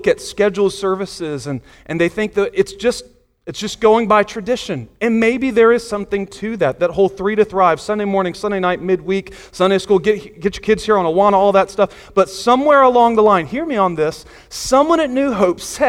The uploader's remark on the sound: Sunday Morning Sermon Audio